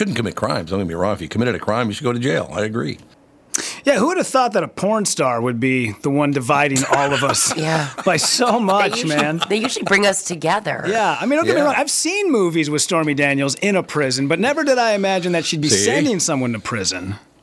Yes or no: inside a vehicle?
no